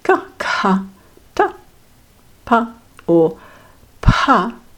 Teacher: So you'll notice the ka, ka, ta, pa, and pa are all light, crisp letters, not a lot of vibration. They are also known in the tradition as aghosha.